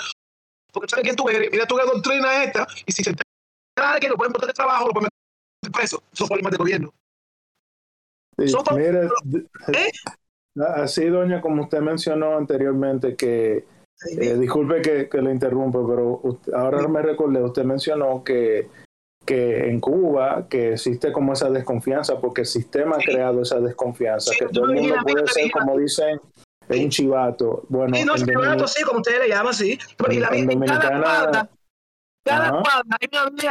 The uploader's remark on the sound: The audio is a bit rough, and we apologize for, but if you can get over that technical glitch you'll be inspired.